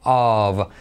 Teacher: No tip, sino tip of. O F, cuando es una F, suena como una V